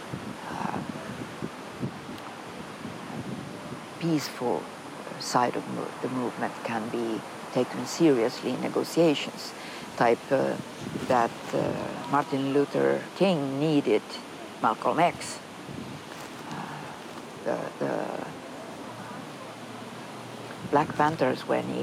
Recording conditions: outdoors